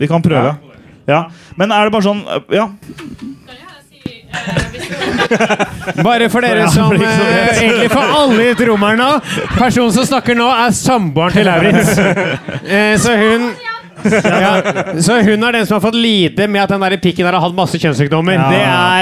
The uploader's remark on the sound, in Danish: Livepodcast fra nieu Scene 2023. Takk til alle som kom!